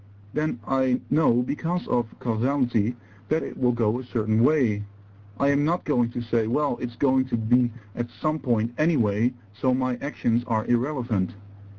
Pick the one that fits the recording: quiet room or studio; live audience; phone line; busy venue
phone line